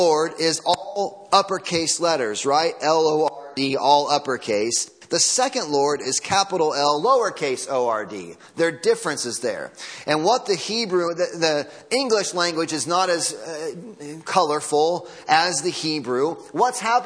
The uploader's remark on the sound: Audio from Sunday Morning Service.